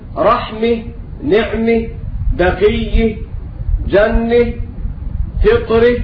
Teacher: ولكن الكساء يقف على الجميع بالهاء